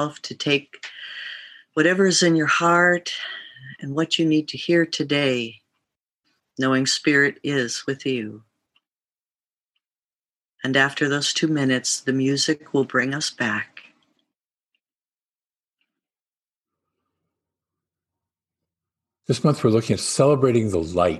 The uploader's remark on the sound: Christmas Zoom Service Poem